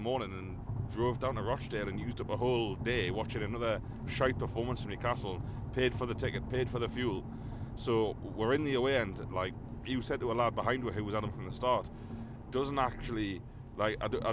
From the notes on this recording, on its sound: in the car straight from the ground